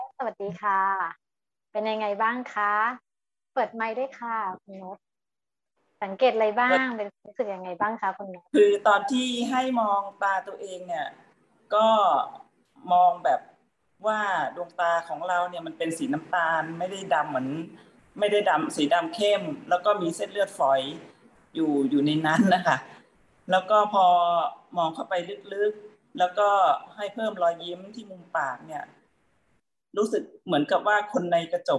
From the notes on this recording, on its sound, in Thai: คอร์สออนไลน์ (ผ่านโปรแกรม Zoom)